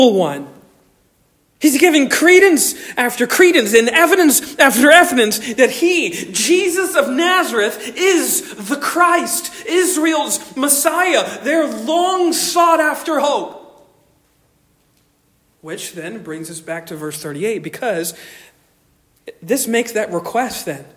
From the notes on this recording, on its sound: Originally delivered on 24 September 2023 at Stonington Baptist Church, Paxinos, PA